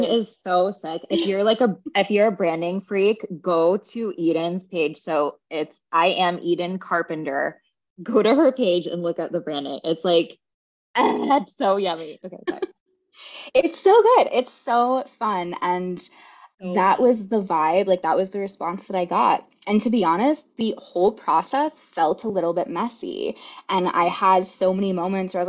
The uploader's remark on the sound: We were on a coaching call and I asked her if we could start recording this episode for you